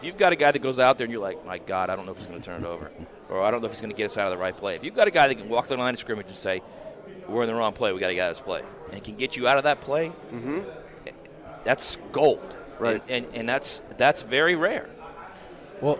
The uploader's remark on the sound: live from 2023 SEC Media Days in Nashville Tennessee